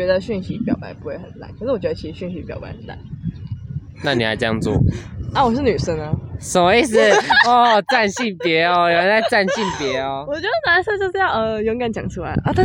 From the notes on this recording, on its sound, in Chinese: 不得已在戶外錄，有諸多雜音／暴風請見諒！